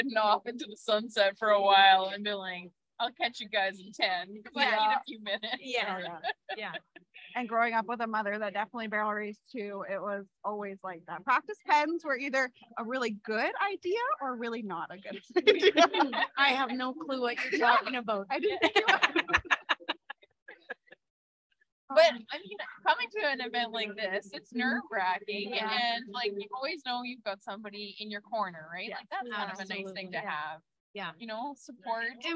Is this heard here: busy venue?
yes